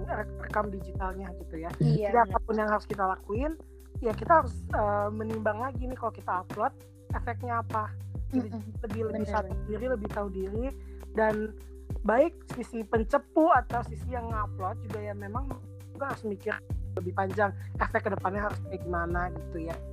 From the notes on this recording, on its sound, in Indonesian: Maaf juga kalo banyak masalah di soundnya karna keterbatasan sinyal dimana kita gabisa ketemu satu sama lain karna lagi ppkm.